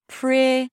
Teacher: The last vowel is a high E sound. So it's different than the first E. · IPA: ˈprɪɾi